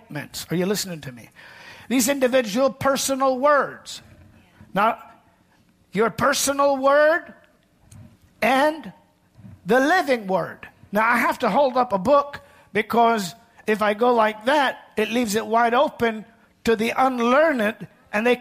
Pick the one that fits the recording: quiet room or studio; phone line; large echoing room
large echoing room